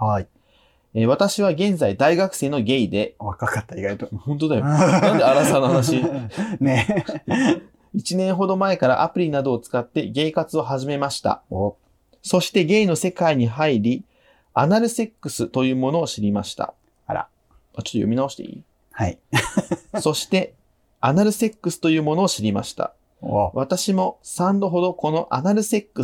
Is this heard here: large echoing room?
no